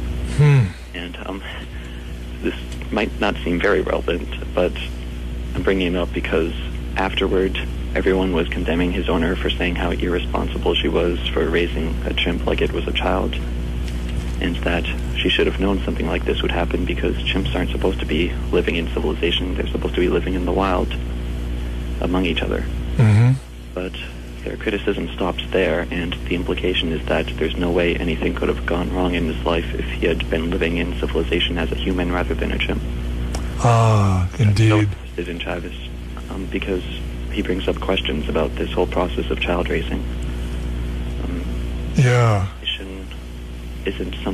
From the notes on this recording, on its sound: Phone Call. Phone's call to Anarchy Radio.